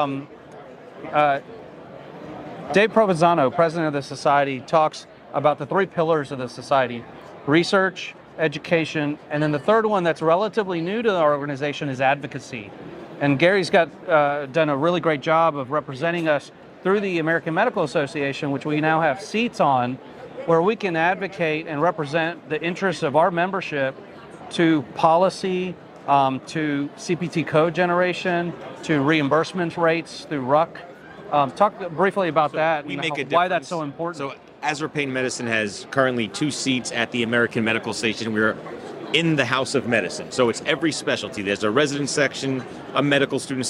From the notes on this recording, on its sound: Live from ASRA-PM Fall 2023. Live from the Exhibit Hall.